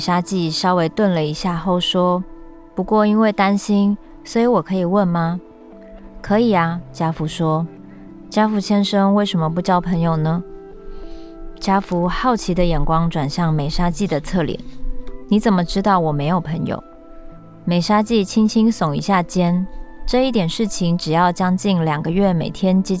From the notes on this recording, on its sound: Short forest ambience, birds, distant river, Cat Tien National Park, Vietnam